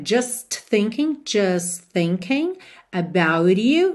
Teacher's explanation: a gente também não ouve o T de just, não é just thinking, just thinking about you.